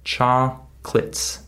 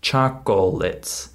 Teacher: We skip the middle syllable. · Shown in: first take · Term: reduced speech